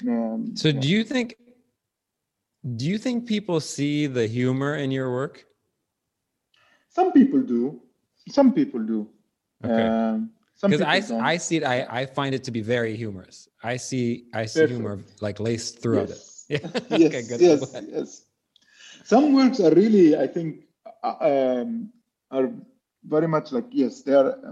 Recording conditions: video call